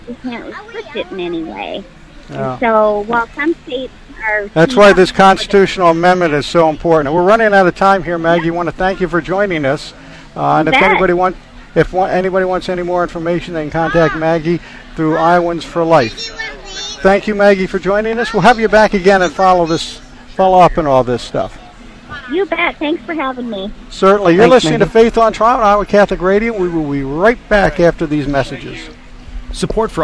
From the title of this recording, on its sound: Live at the Iowa State Fair 2021